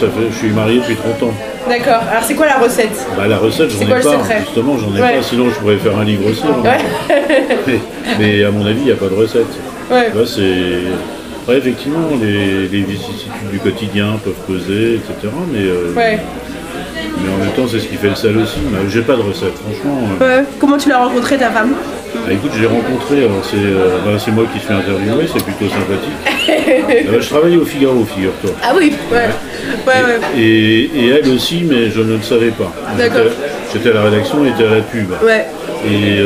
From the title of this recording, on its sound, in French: au bar le Progès